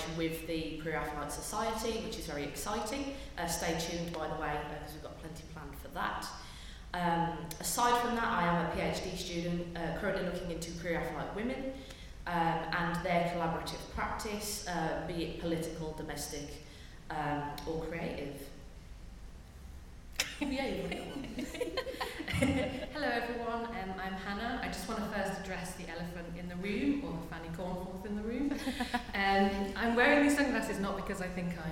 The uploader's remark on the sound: We are live in front of a studio audience at Delaware Art Museum for the Pre-Raphaelite Weekend celebrating the launch of 'The Rossettis'. Answering questions from the audience.